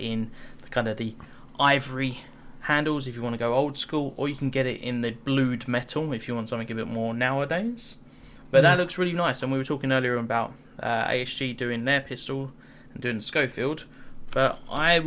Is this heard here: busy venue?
no